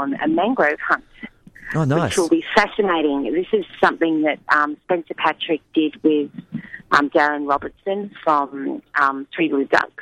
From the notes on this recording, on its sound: On the phone.